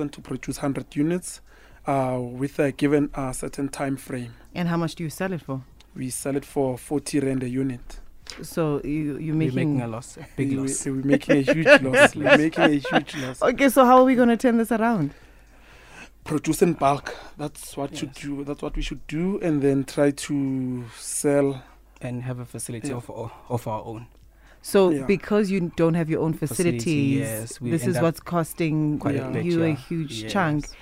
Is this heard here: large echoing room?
no